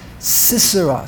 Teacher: most of us pronounce the Chirik Moleh as almost like a Shva, but it's a Shva, the second Samach is a Shva Na, so it will be pronounced Sisera.